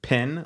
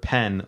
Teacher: It's called the pin-pen merger. If you say the word pin, like in a wall, and the word pen, like you write, people from Texas, they say those two words the same.